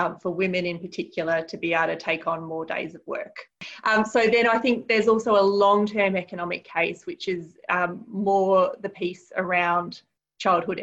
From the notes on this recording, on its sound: the audio from an online Town Hall Meeting conducted by parent advocacy group The Parenthood